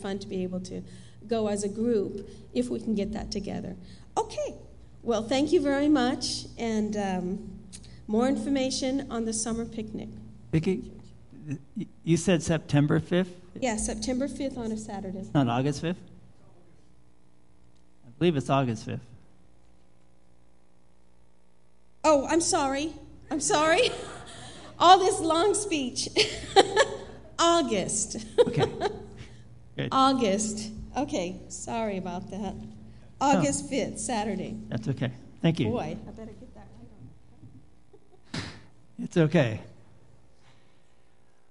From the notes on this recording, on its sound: Live Worship Service